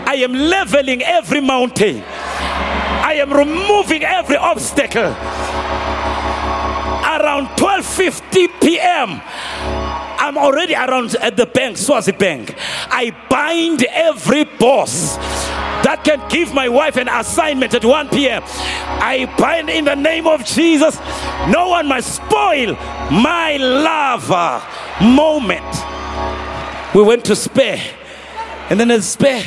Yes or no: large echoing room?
yes